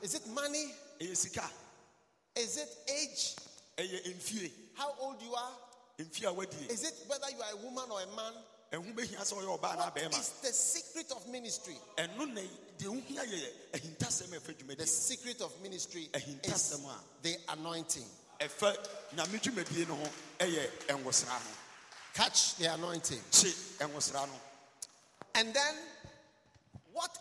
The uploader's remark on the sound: Preached at the Healing Jesus Campaign Pastor's Conference in Suhum, Ghana